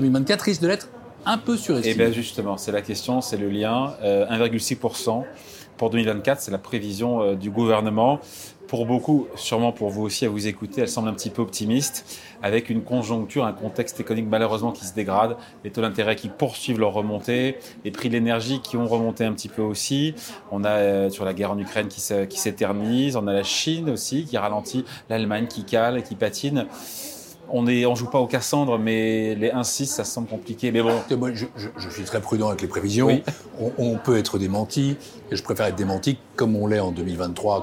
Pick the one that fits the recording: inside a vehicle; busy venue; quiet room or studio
busy venue